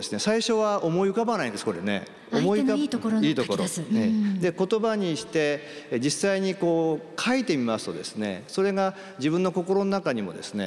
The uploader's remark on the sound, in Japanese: 秋田県横手市で行われた番組公開録音の模様をお届けします